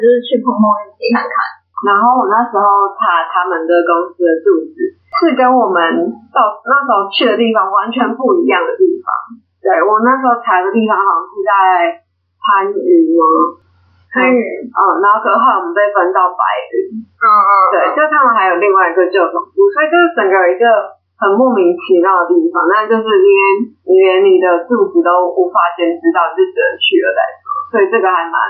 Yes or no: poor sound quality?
yes